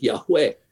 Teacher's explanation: The accent would be on the last syllable